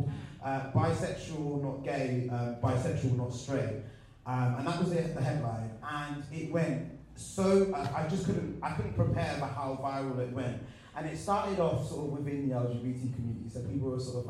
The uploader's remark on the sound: A recording of the panel Saying Good-bi to the Closet from Bi Pride UK 2019 .